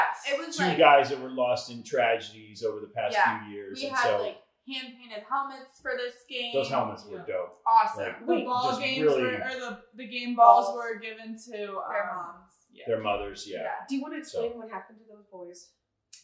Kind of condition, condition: fault, poor microphone